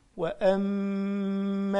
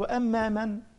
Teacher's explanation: الميم دي حركتان، ميم مشددة، استنى عليها شوية · Shown in: first take